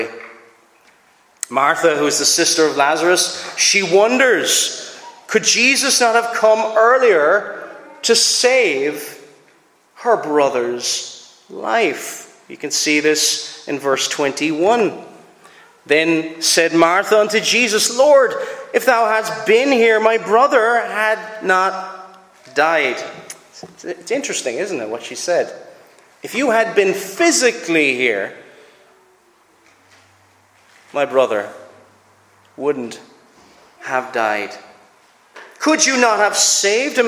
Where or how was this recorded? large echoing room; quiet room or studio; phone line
large echoing room